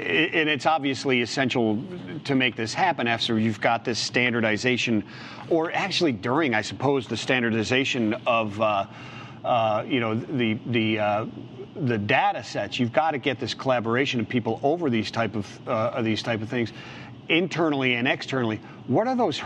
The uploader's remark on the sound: LIVE from Global Trade Tech